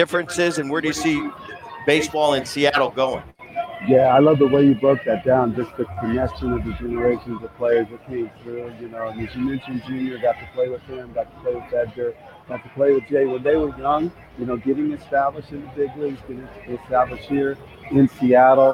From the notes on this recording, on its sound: Live from the All-Star Game in Seattle.